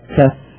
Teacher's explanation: لاحظوا أنه الشفة السفلية مع طرف الثنايا العلوية، تقول كف، يعني الفاء مع طرف الثنايا العلوية، الشفة السفلى وطرف الثنايا العلوية.